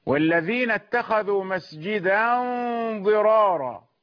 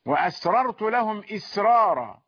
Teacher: الراء إذا تكررت في الكلمة فإنها تخرج من قاعدة الترقيق لورش · Term: تفخم